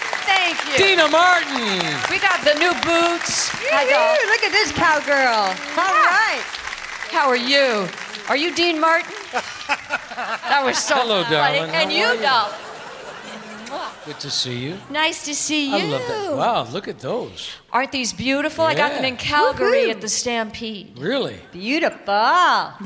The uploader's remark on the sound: Live at the South Point Hotel, Casino and Spa in Las Vegas Nevada.